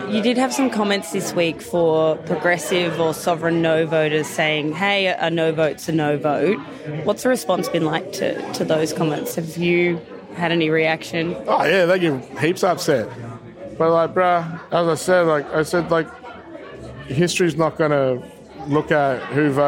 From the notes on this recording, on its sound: reports from the Now and Forever concert in the regional Victorian town of Shepparton